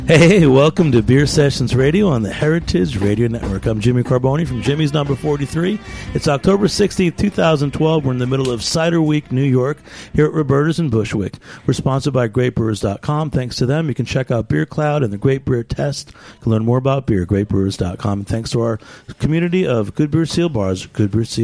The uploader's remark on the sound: on the phone